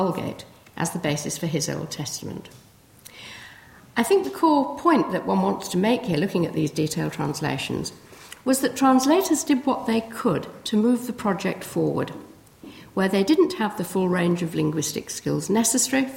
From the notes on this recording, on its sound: First in the King James Bible Anniversary lecture at Corpus Christi College.